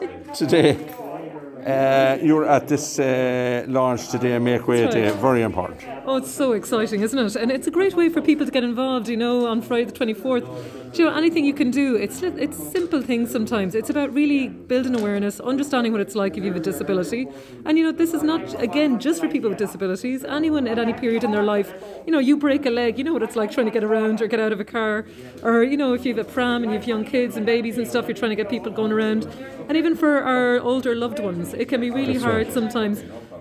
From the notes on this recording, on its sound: At the Make Way Press Conference Roscommon.